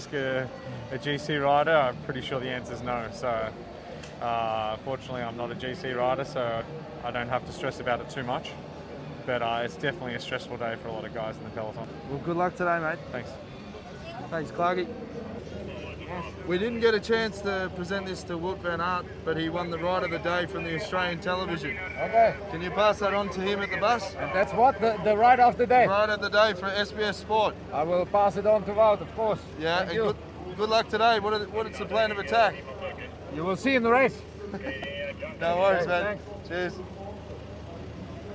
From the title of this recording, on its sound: Live from stage 5 at the Tour de France!